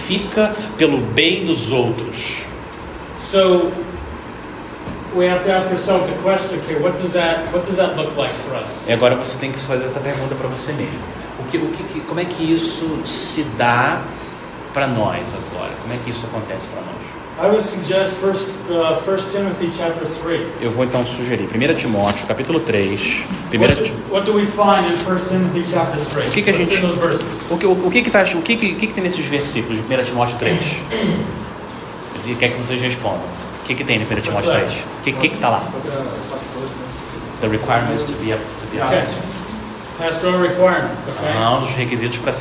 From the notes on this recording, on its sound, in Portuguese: Audio gravado na Igreja Batista Jardim Minesota.